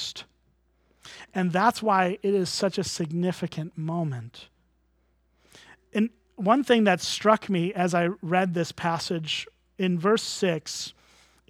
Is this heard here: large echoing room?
yes